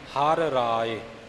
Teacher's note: ਇਹ ਦੋਵੇਂ ਰਾਰੇ ਇਕੱਠੇ ਨਾ ਹੋ ਜਾਣ, ਹਰ ਰਾਏ ਪਾਠ ਨਹੀਂ ਕਰਨਾ, ਹਰ ਰਾਏ।